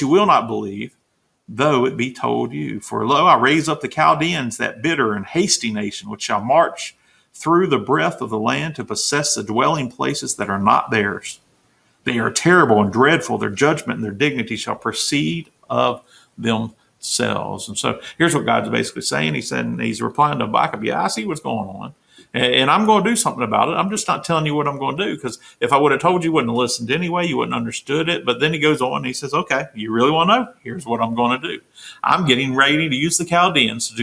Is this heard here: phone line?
no